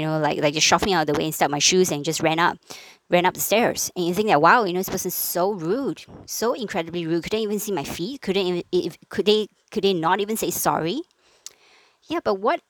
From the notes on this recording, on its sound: Apologies for the heavy breathing/ emphasis on certain words - still getting used to my new mic!